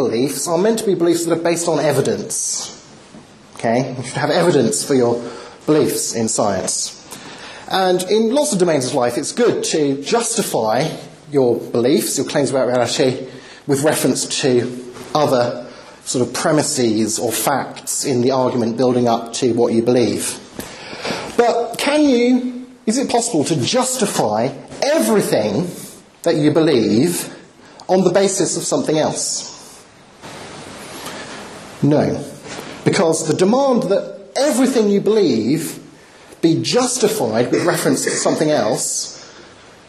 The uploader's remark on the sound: Talk with Q&A, Birmingham University